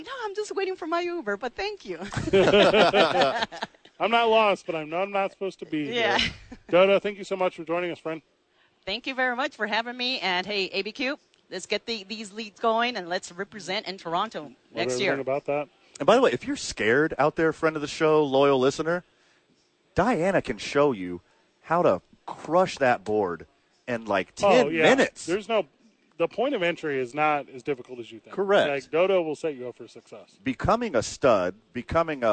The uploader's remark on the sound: live from ABQ AX